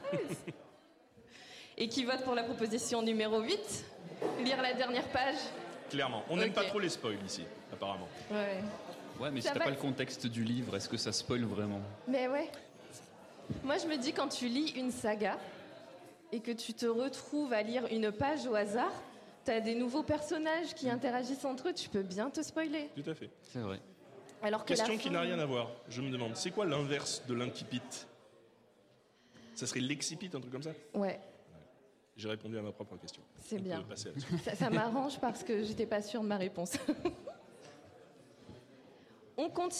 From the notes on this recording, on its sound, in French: Voici l'épisode spécial, enregistré en live et avec du public à Rennes, pendant le festival PodRennes.